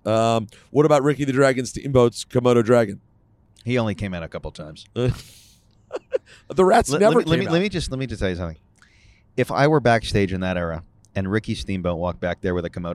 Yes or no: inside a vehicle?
yes